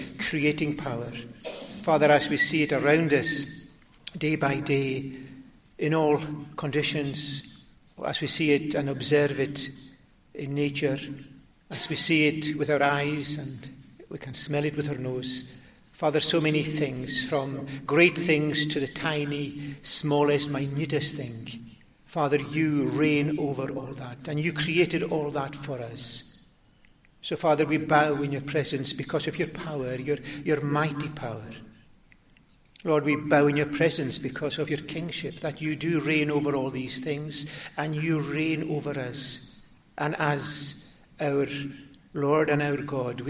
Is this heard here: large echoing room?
yes